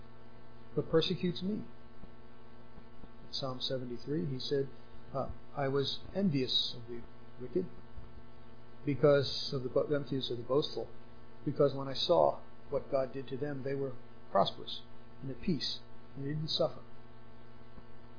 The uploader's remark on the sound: Unfortunately this was the best we could salvage from the quiet audio